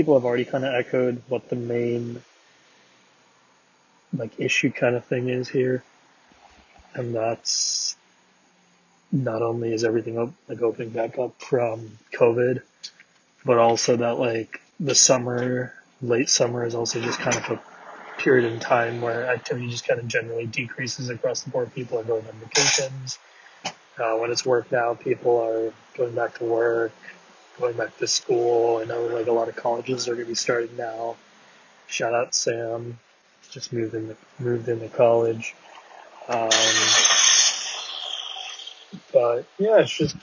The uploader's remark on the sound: VHL Awards Carcast